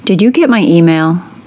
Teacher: with a falling pitch, which could be implying that I expect an answer of yes or that I'm asking for more information than yes or no.